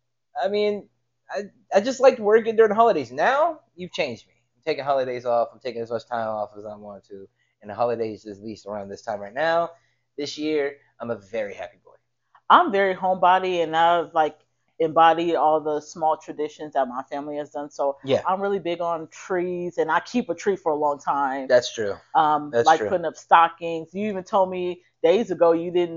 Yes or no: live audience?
no